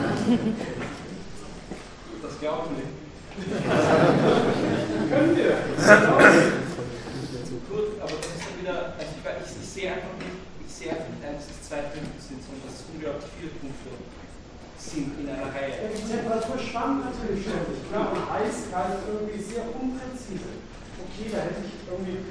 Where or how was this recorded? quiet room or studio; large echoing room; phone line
large echoing room